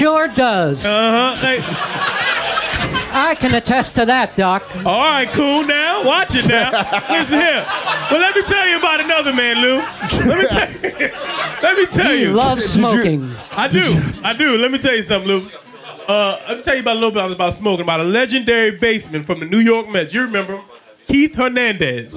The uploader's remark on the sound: Live before a frenzied Village Underground crowd in NYC.